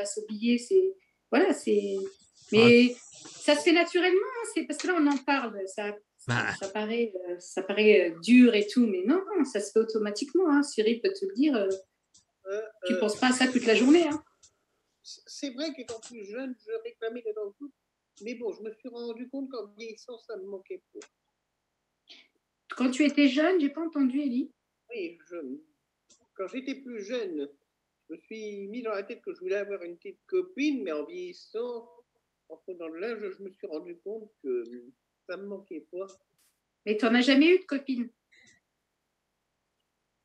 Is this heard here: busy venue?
no